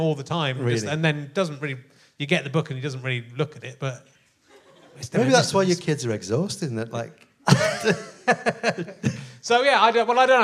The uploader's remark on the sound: back at the Liverpool Playhouse